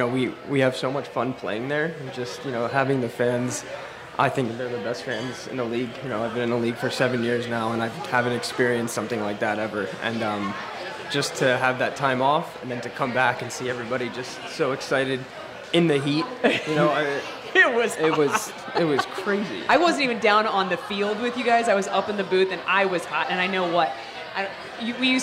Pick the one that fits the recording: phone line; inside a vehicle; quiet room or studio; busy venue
busy venue